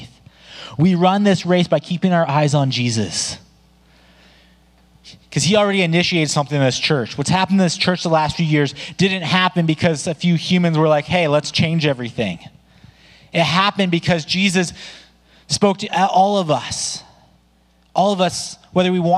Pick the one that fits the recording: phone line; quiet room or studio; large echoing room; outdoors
large echoing room